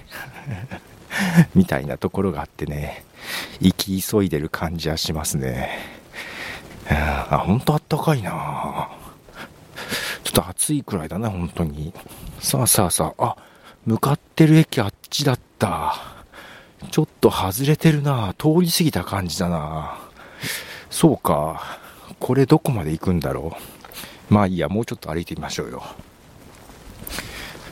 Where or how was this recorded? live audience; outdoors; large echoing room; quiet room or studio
outdoors